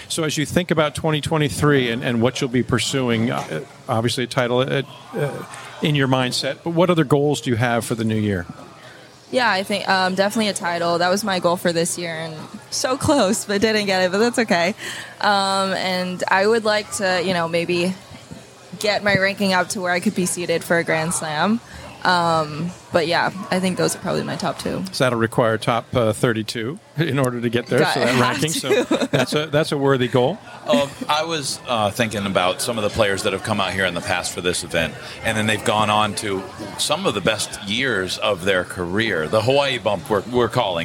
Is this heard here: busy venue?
yes